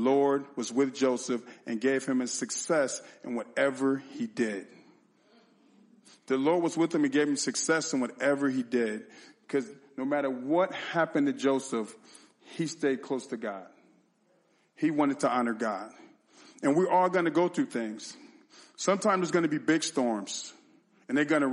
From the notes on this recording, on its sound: sermon and communion at our 2/18/2024 Sunday Service